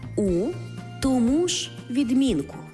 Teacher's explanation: Але якщо їх вживають теж з прийменником, але останній поєднується не із займенником, а з іншою частиною мови, від якої цей займенник залежить, то наголос все одно не змінюється. Він так само на другому складі.